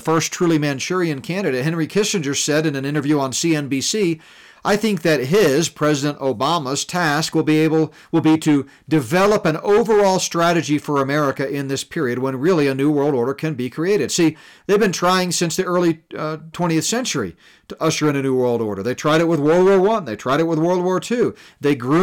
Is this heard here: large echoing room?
no